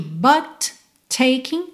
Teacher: você junta num T só